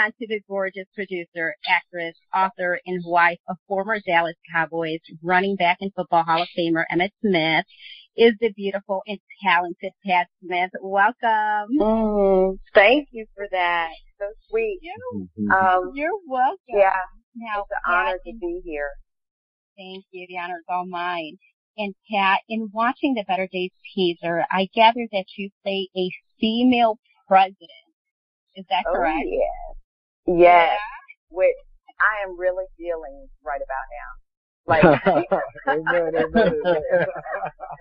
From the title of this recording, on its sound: On the phone w/ the cast